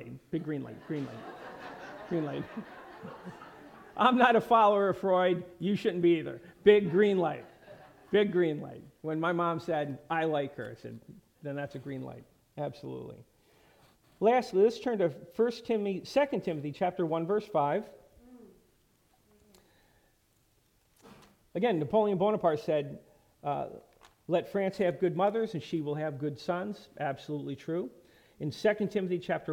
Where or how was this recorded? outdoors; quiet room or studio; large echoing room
large echoing room